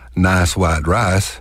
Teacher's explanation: We will sometimes convert what would be a diphthong into a monophthong.